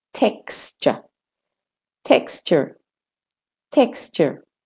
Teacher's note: X is made of a K and an S sound, and then you have to get to the ch.